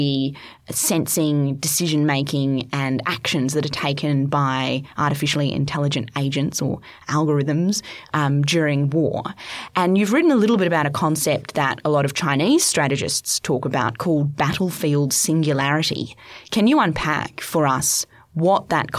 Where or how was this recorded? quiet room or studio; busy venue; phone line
quiet room or studio